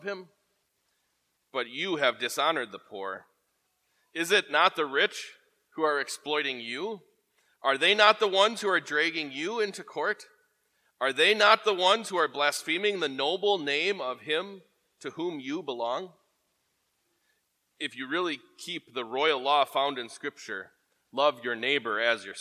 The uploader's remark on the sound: Preached at Grace Ev. Lutheran Church.